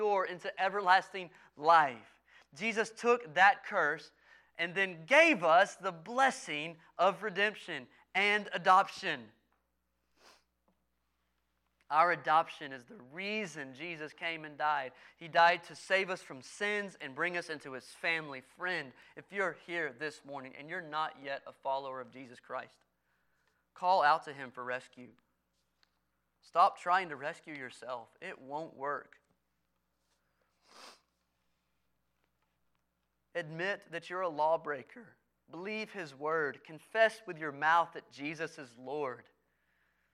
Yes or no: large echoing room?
yes